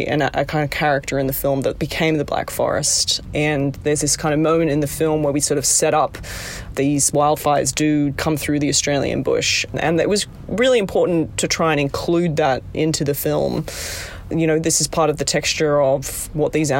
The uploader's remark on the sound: This episode was recorded inside an old Land Rover Defender 110 (the portable recording studio) parked in front of the Roxy Theater during the International Wildlife Film Festival.